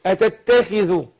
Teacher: على الخاء المكسورة بتاخد إيه أدنى درجات التفخيم